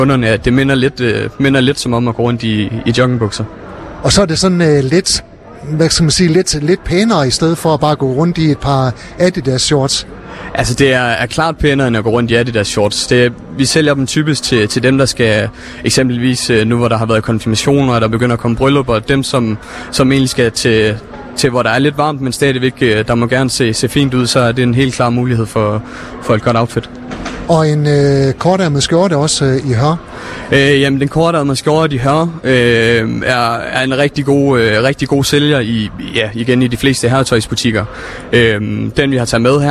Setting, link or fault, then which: setting, busy venue